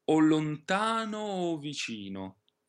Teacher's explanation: La prima è un pochino più aperta, la prima O, perché non è accentata. La seconda è un pochino più chiusa.